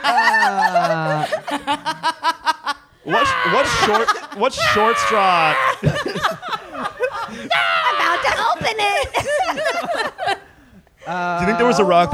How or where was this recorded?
live audience